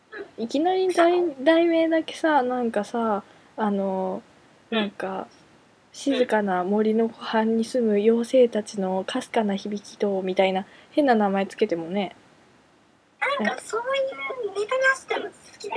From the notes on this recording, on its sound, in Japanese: またしても音質悪いですが、聞いてください。